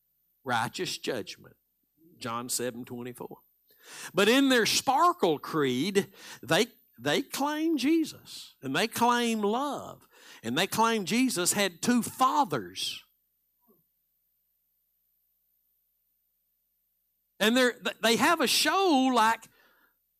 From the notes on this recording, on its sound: Live Sunday Morning Service